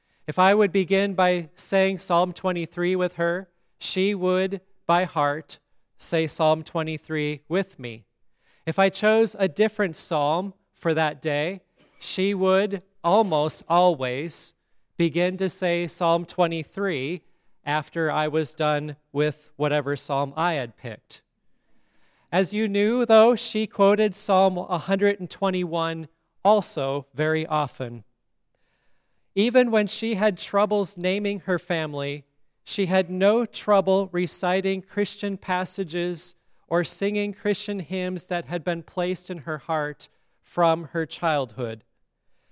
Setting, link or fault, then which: setting, large echoing room